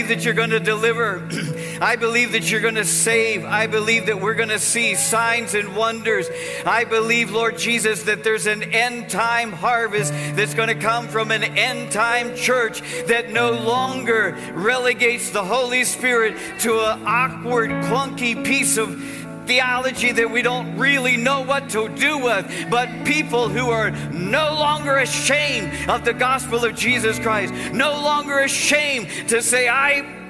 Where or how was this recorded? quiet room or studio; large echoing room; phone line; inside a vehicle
large echoing room